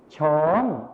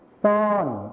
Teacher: ในภาษาไทยมาตรฐานนะครับเราจะใช้ชอช้างนั่นเองส่วนในภาษาถิ่นอีสานนะครับเราจะใช้ซอโซ่นั่นเองครับ